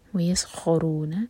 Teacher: سین ساکن کے بعد خوا، خوا پر زور